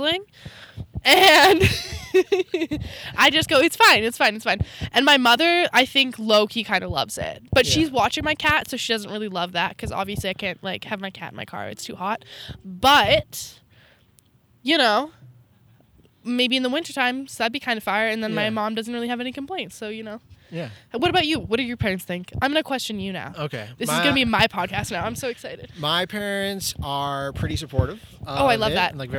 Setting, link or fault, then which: setting, outdoors